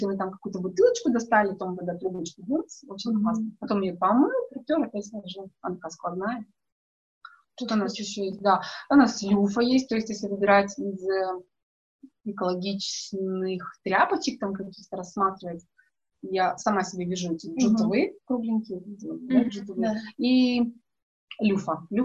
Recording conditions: poor sound quality